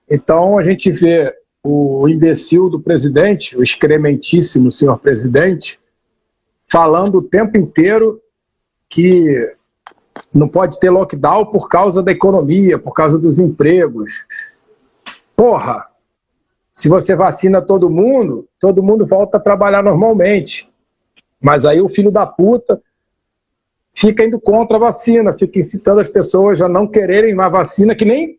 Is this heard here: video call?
yes